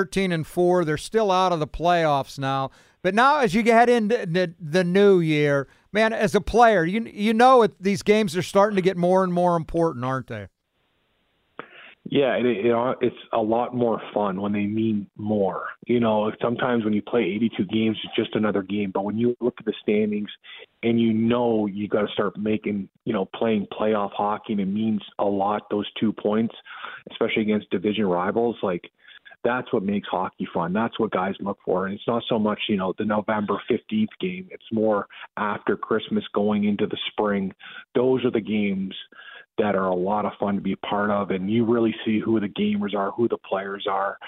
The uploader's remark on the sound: We open the phone lines to listeners.